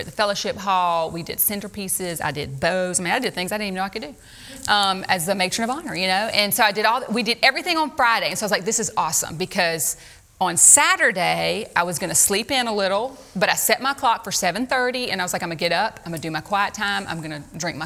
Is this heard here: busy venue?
yes